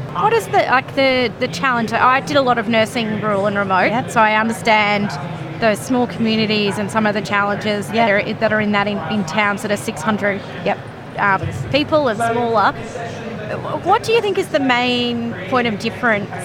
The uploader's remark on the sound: recorded at Victorian Healthcare Week 2023